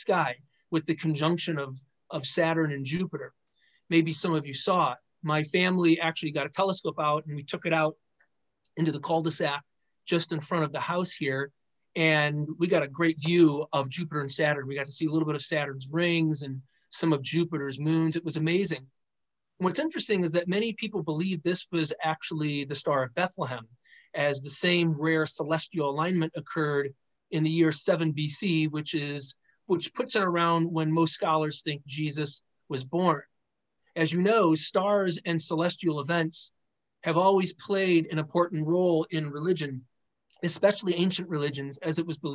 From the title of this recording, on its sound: Christmas Eve Candlelight Zoom (Audio)